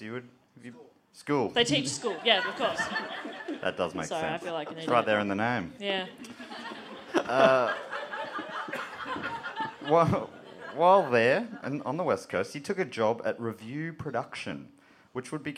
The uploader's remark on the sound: Recorded live at the European Bier Cafe for the Melbourne International Comedy Festival.